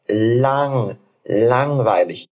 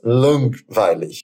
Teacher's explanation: Mas a gente não nasaliza o A, mas sim esse N, né? · Shown in: first take · Então a gente fala lang, langweilig. · Term: nasalização